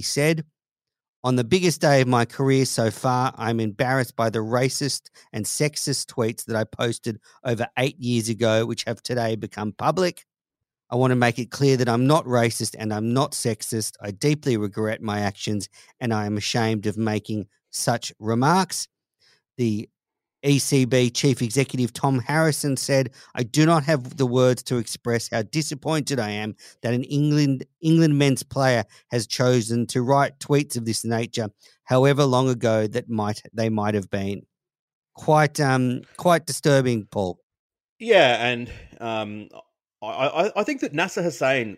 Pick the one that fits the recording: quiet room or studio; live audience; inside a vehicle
quiet room or studio